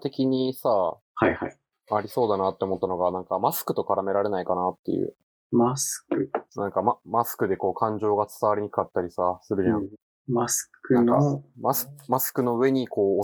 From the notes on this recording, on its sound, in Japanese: 音質悪すぎ&Bonus track寝起き過ぎてマジでごめんなさい。そろそろちゃんとしたマイク買います。